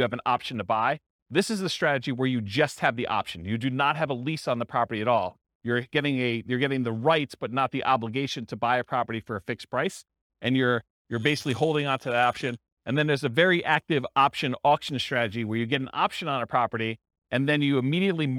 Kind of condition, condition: setting, live audience